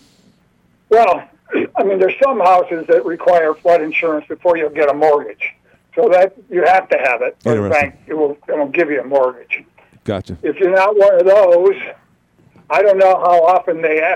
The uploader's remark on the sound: called